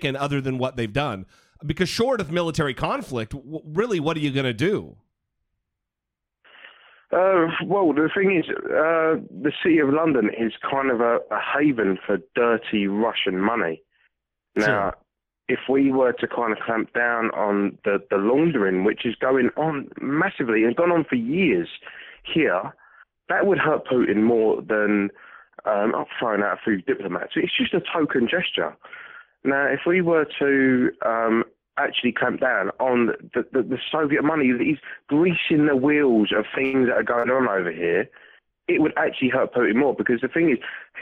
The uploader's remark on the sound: Call-in Episode